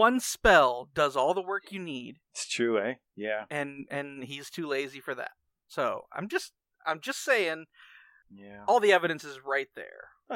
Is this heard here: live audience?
no